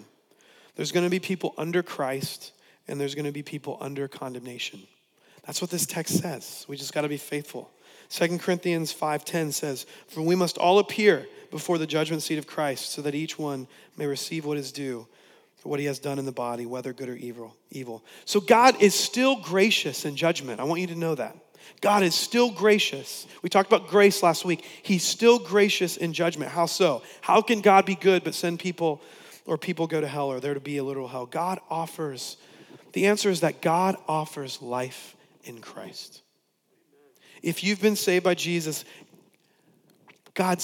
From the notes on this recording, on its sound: preached on November 22, 2015 at Veritas West